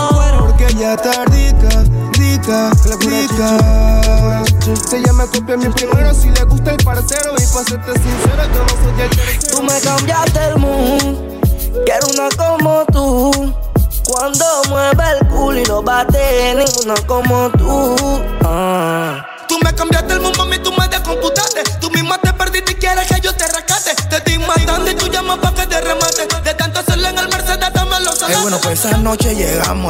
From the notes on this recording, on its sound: SET LIVE RECORDED AT EL SOCIAL KITCHEN GASTRO BAR. SUPER BOWL 2024 SUMMDAY FUNDAY SET.